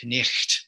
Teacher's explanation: So you would have had a K sound at the front. That GH in the middle is a kind of that guttural sound that English has lost over time.